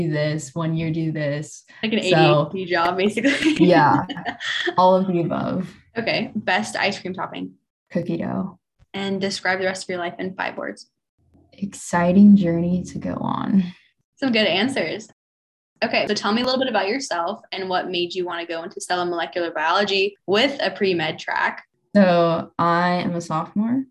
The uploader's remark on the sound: Due to social distancing measures, this interview was recorded via Zoom. Audio quality may be affected.